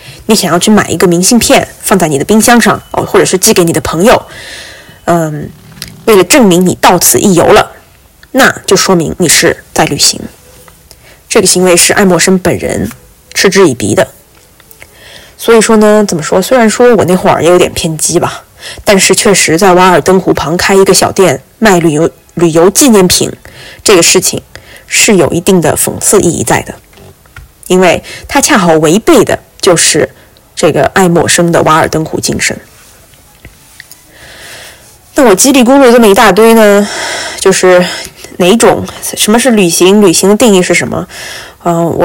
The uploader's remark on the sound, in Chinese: 我没有带我的小话筒回国。这期播客的音质有点差，因为是我用手机直接录制。